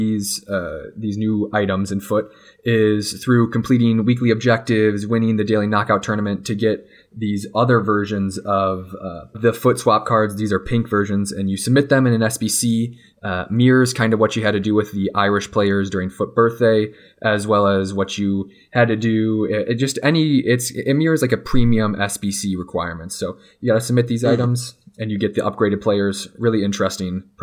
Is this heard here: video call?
no